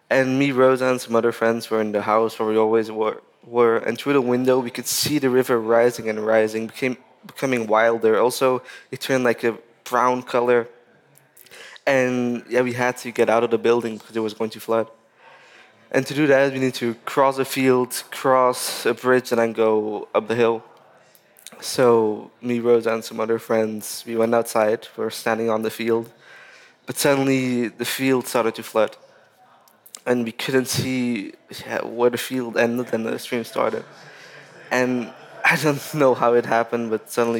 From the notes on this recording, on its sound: This Nordic Talks episode is the third of five special podcast episodes, recorded at COP28 in Dubai.